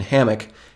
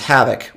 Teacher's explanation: it's almost as if the O makes like an I sound when I say it